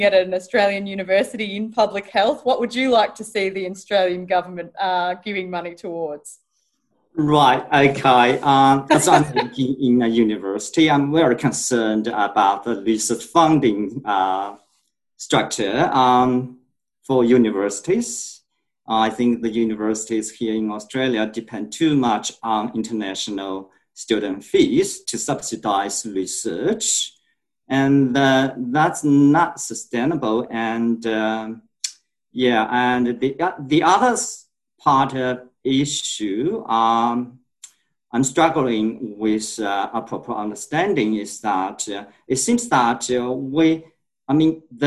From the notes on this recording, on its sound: In this La Trobe Asia webinar a panel of experts will discuss these questions. Recorded live via zoom.